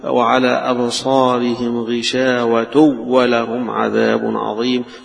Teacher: خلف عن حمزة له فيها عدم الغنة هنا، وهو وجه للكسائي، وجه للكسائي عدم الغنة.